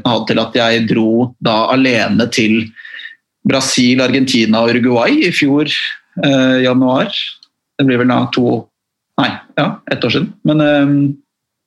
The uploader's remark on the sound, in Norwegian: Tar seg en Zoom-prat.